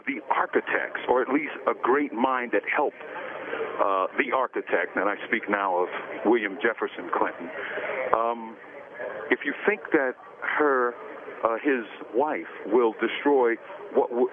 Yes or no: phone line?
yes